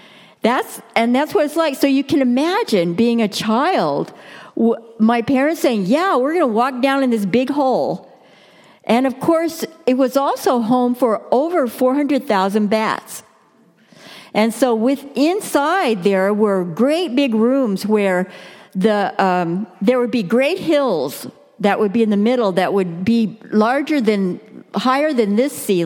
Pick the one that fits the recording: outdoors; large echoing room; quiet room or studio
large echoing room